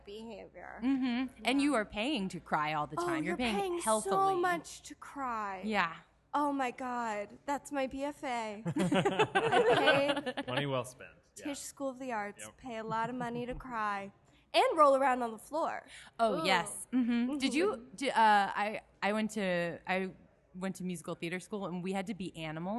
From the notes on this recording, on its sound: joins us live in the Podcast Lounge at the 18th Del Close Marathon in New York City